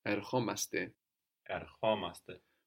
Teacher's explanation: So we add omaste and we accent the o. We're actually accenting the ending here, erchomaste.